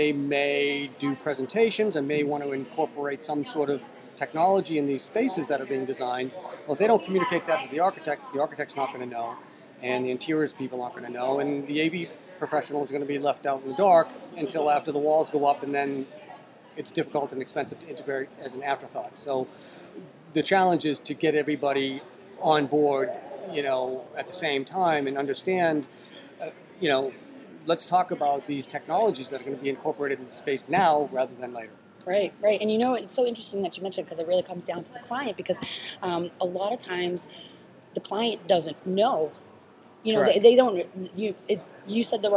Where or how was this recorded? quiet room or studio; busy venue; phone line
busy venue